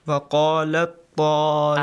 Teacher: Merge them and you produce only the sound of the letter طَا، not the letter تَا. · Term: إدغام